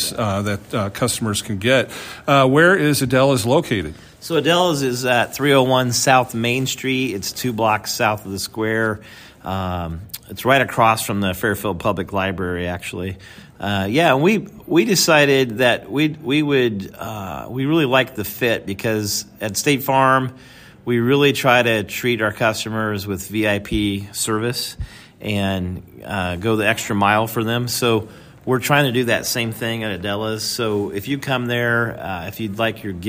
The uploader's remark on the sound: at the Kenny Norton Southeast Iowa Farm Show 2023 at the Fairfield Arts & Convention Center in Fairfield, Iowa